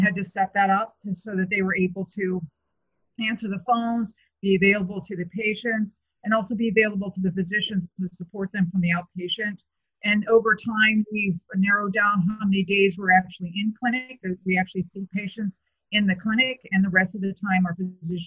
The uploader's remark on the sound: Please excuse any issues with sound.